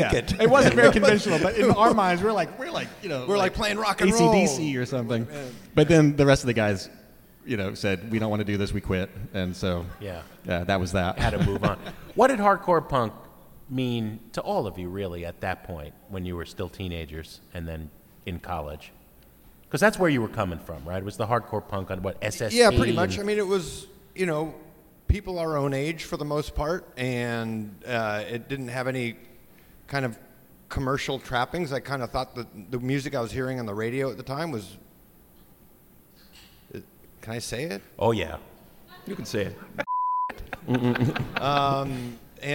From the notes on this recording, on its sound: Performs in front of a hometown Seattle audience.